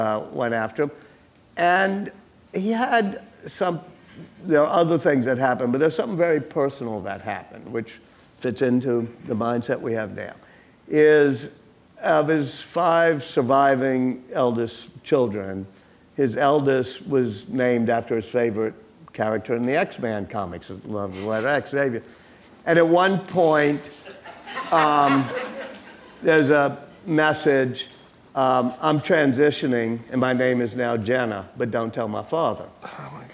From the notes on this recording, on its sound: Live from New Orleans. At The Bulwark's live event in New Orleans.